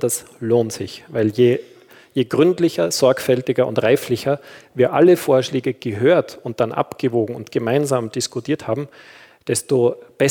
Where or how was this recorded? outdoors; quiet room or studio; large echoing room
large echoing room